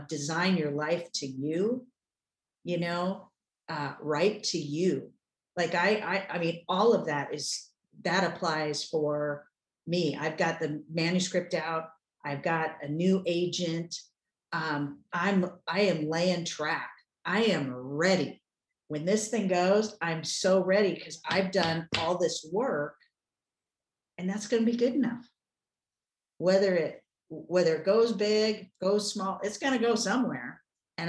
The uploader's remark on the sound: from one of our weekly Live Zoom calls with the 10,000 NOs Insiders Community